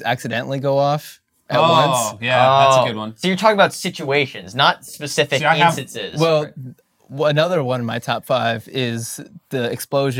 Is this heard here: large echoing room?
no